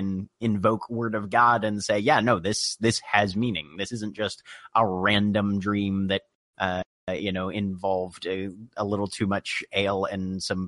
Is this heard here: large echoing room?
no